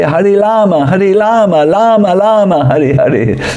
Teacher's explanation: The Chinese people will say Hari Lama, Hari Lama, Lama, Lama, Hari Hari, with L.